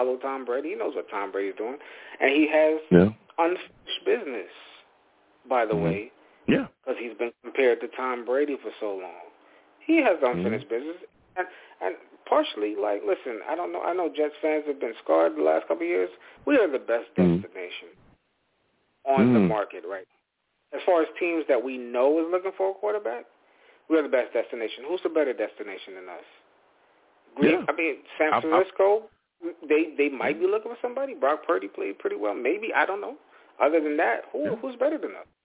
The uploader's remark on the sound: I take live callers!